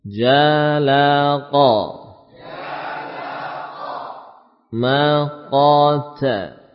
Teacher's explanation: Ada bunyi tafkhim pada huruf qaf.